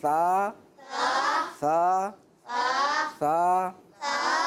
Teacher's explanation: شروع شروع میں مشق کرنے کے لیے آپ تھوڑی سی زبان بھی باہر نکال سکتے ہیں تاکہ آپ کی پریکٹس ہو جائے، لیکن جب آپ کی پریکٹس ہو جائے گی تو آپ نے سا ایسے پڑھنا ہے کہ زبان باہر نہیں نکلے گی، زبان کا کنارہ اوپر کے دانتوں کے کنارے پہ لگے گا · Term: بغیر سٹی والا حرف